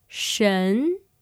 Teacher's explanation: Now notice that the word for what begins with a rising tone. 神 This is the second tone of Chinese.